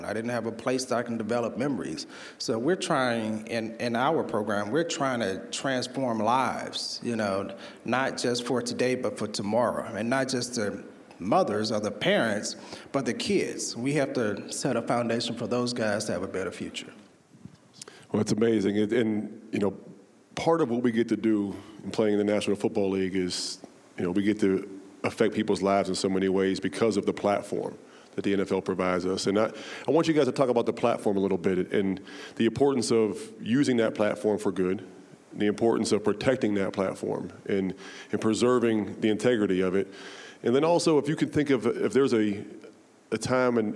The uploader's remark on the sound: Recorded at the NFL Walter Payton Man of the Year Reception during Super Bowl LII in Minneapolis